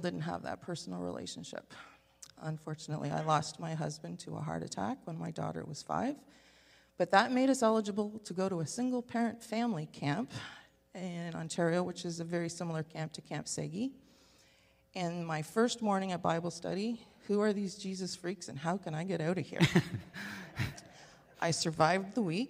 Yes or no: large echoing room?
yes